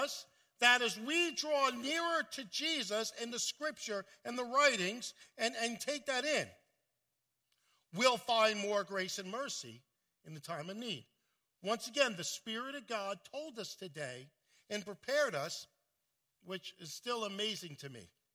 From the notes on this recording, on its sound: at Full Gospel Church in Livingston, NJ